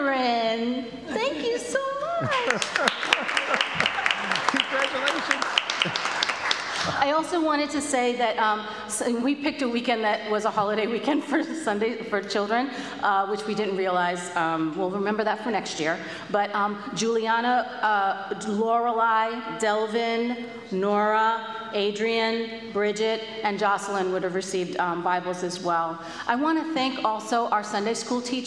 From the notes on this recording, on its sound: Pender UMC Traditional Worship.